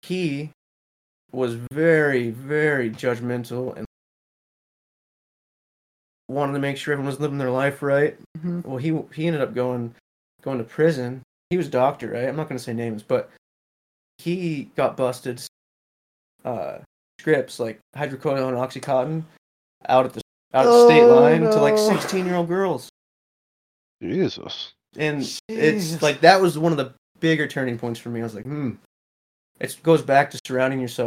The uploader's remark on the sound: The audio is a bit choppy this episode due to some unfortunate mic malfunctions, so we do apologize